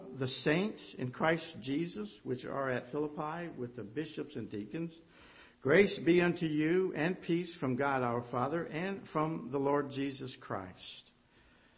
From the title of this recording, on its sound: Ketha Heights Baptist Church ~ Live Broadcast